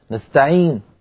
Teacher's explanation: يعني مثلا بدل في القرآن مثلا يقول نحن نستعين، نستعين، فبدلا من أن يقول نستعين هكذا بضمة كاملة مرت فترة يقول نستعين ضمة منخفضة، مرحلة ثالثة يقول نحن نستعين، يعني يسكن النون ثم يبقى من الضمة فقط منظرها